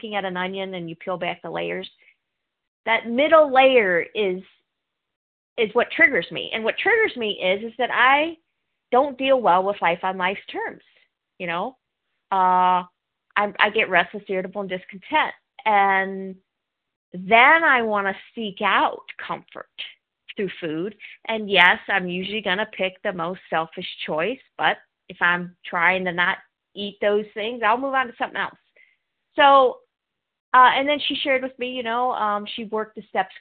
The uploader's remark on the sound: 100 Pounders Phone Meeting